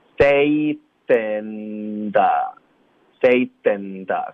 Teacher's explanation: 这个 in the,我们咬着舌尖发 in,导致这个鼻音